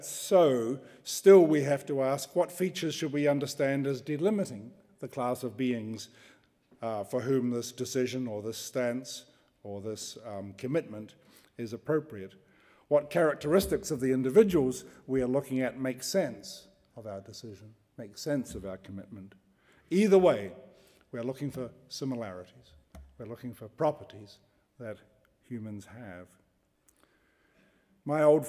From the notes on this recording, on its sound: Delivers the third in the 2015 Gifford Lecture series. Recorded on 29 January 2015 at the University of Edinburgh's Playfair Library.